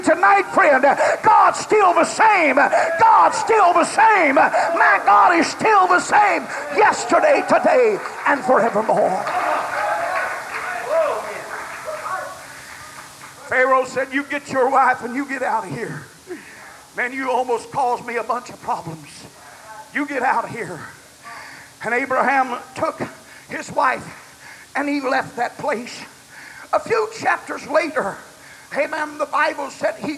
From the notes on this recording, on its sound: preached at the Church Of The Lord Jesus Christ in Lucedale, MS, June 5, 2002.